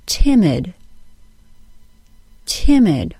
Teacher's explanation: Both syllables have a short I sound, but the short I of the first syllable has a longer duration than the short I sound of the second syllable. · Term: syllable stress